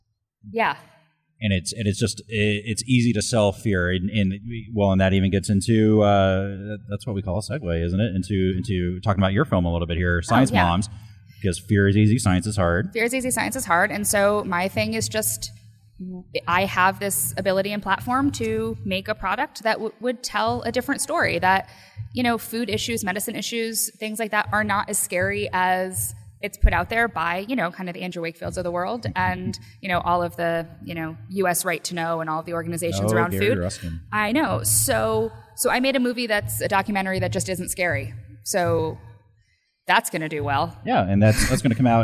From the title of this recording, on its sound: LIVE from the 2017 Indy PopCon!